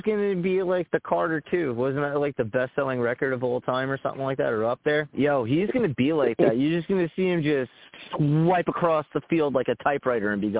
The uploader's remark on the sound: I take live callers!